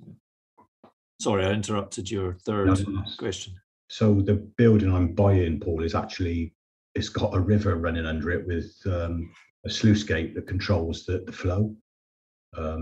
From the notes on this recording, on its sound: We recently ran an online Q&A session about SSAS pensions and their use for commercial property investments. We recorded the session so you now have a chance to listen in.